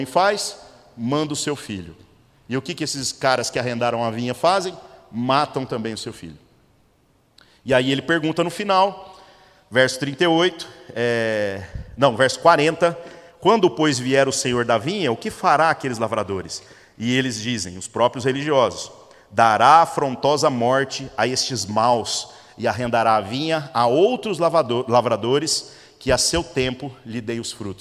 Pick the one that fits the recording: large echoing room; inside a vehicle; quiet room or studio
large echoing room